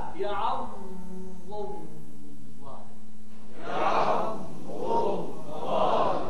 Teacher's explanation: لاحظ انتقالك لسانك من الحافة للطرف